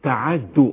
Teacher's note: نقلت حركه التاء الى العين تعاد واضغمت التاء في التاء اصبحت تعادو